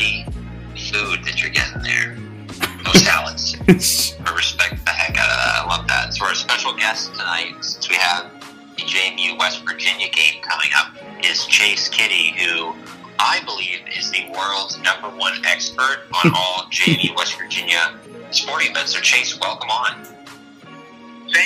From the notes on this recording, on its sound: Anchor doesn't work so we apologize for the lackluster audio.